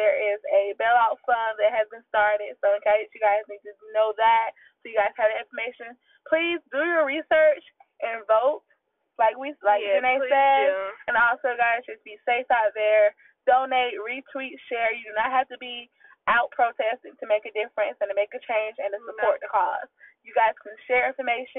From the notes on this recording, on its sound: Sorry for the audio we had a problem but it will be fixed.